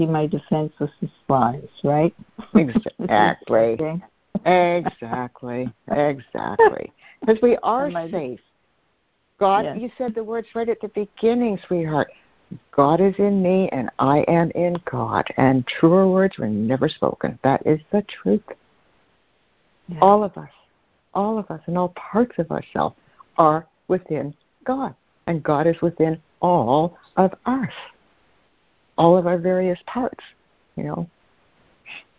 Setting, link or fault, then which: link, phone line